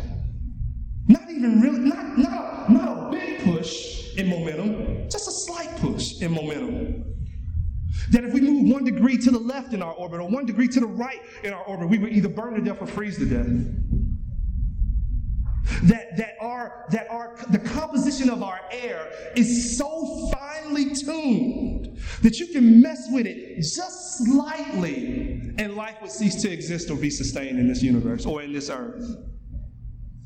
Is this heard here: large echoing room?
yes